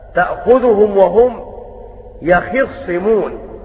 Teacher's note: هؤلاء قرأوا بكسر الخاء قولا واحدا